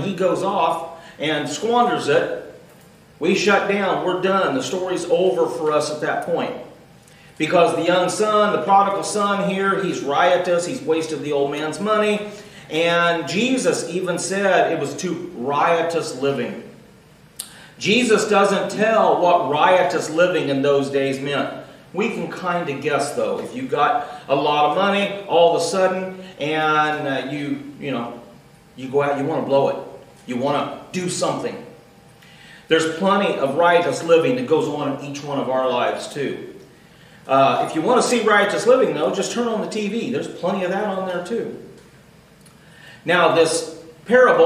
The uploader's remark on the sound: Recorded Live June 17th, 2018.